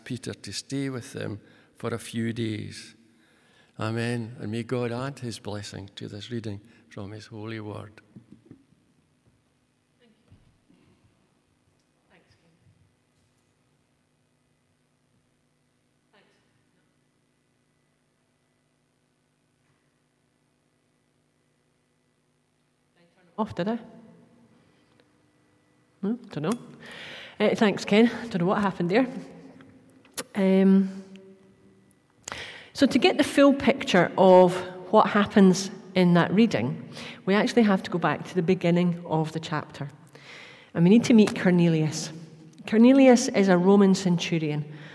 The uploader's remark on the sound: Live at the Old Kirk. The audio from this morning's service in the Old Kirk.